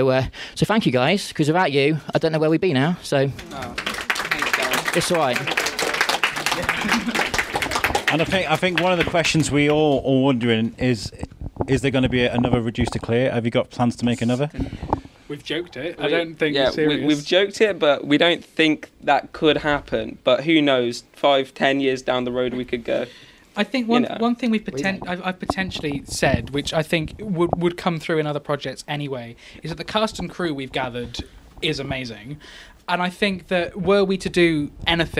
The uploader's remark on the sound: Recorded in front of a live audience at the Wellington Orbit cinema, we bring you a Q&A at the premier of Reduced to Clear. The film had just ended, the lights had just come up. The film that they has just showed to a full audience. Some questions from the audience.